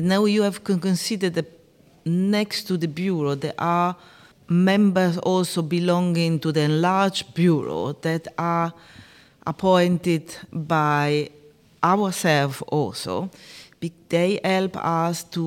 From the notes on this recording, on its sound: Marking the beginning of a special series recorded on the sidelines of the AIPPI World Congress 2023 in Istanbul, Turkey.